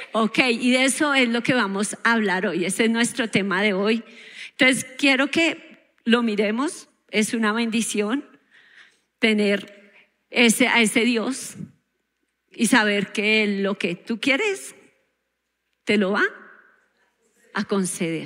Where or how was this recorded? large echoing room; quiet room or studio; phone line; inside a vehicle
large echoing room